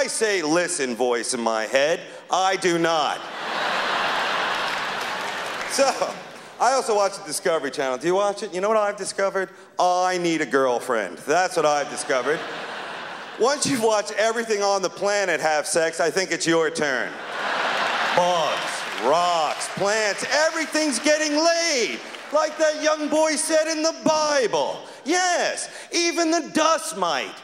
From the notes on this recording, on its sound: performed at the 1999 Just for Laughs Festival in Montreal